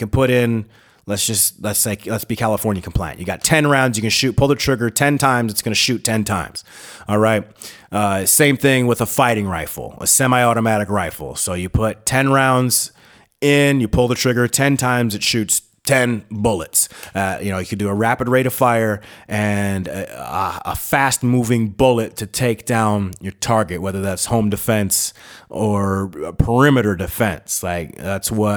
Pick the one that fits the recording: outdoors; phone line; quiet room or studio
quiet room or studio